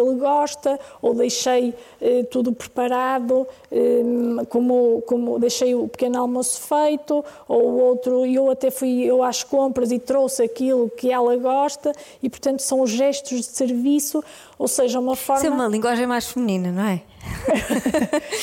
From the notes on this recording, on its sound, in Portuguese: Gravado ao vivo no Auditório de Vila Nova de Gaia.